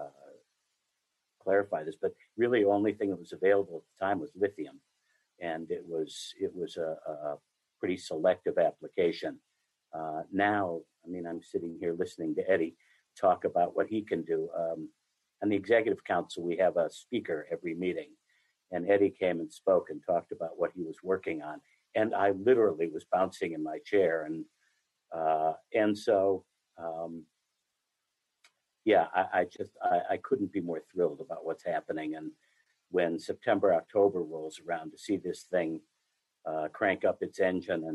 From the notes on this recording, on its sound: This program was recorded via video conference on May 13th, 2021 by the Commonwealth Club of California.